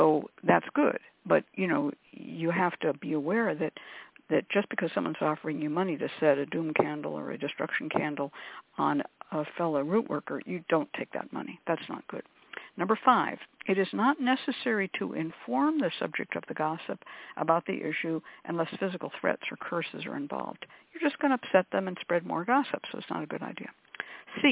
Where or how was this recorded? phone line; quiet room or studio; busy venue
phone line